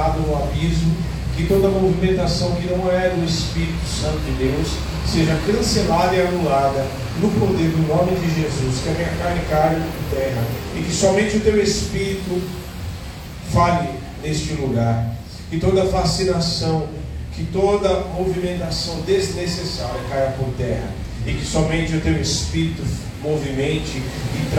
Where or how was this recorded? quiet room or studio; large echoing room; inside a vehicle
large echoing room